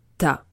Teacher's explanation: on fait l'élision « tu as » devient « ta ». Cette élision n'est généralement pas marquée à l'écrit, mais se rencontre très très très souvent à l'oral.